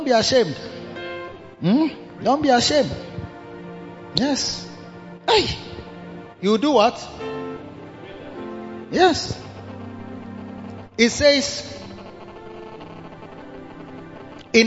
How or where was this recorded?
large echoing room